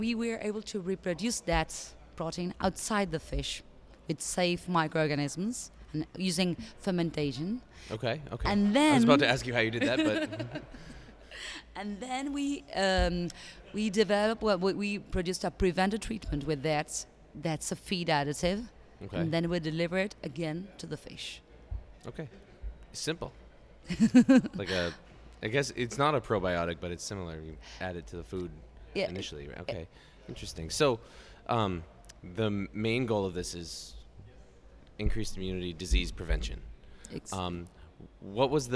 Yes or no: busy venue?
yes